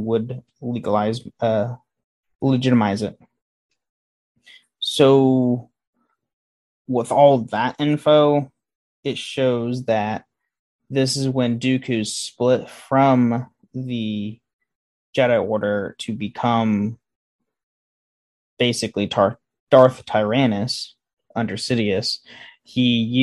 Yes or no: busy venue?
no